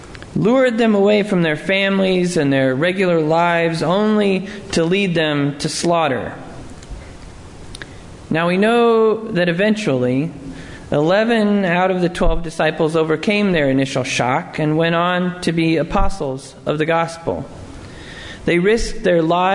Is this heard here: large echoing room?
yes